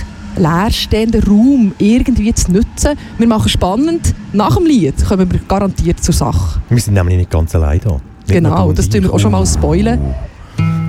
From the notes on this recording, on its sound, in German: Wir sprechen live vor der Torfeld Süd-Brache. Wir wollten die Stimmung live einfangen und haben unseren Sendebus auf der Einfahrt zur Brache parkiert.